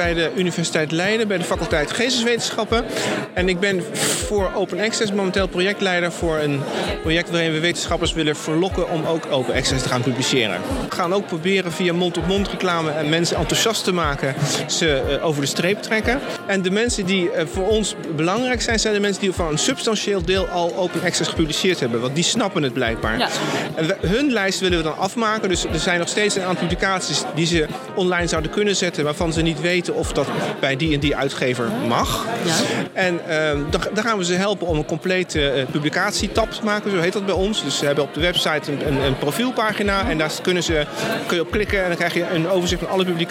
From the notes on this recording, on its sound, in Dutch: Open Science Festival, visitors about Open Science. Library Live bezocht op 18 oktober het Open Science Festival en vroeg onderzoekers en onderzoekondersteuners naar hun ervaringen en ideeën Open Science.